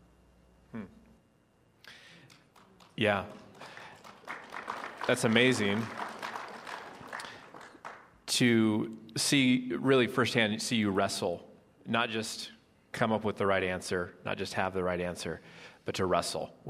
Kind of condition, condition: setting, live audience